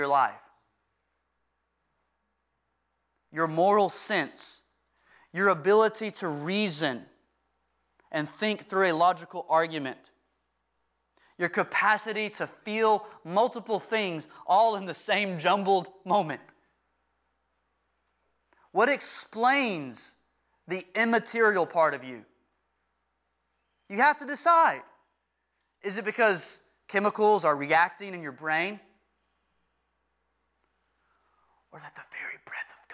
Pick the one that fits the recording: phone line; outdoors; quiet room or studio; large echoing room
large echoing room